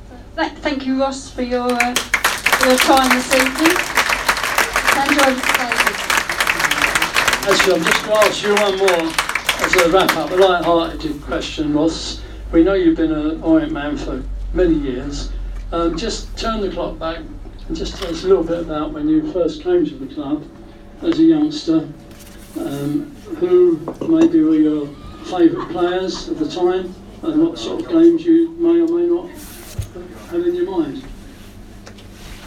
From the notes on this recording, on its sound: At Leyton Orient Supporters Club. This special Meet The Manager was recorded in the Supporters Club on Wednesday 19th February. A live audience of Leyton Orient fans.